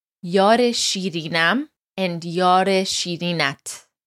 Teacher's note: have that izafe sound in there, the e that ties yar and shirin together